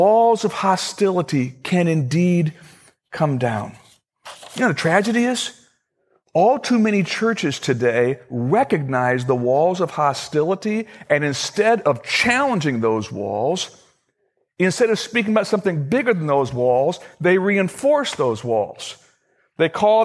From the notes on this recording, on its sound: Originally recorded on August 18, 2013, at Fellowship Missionary Church, Fort Wayne, IN.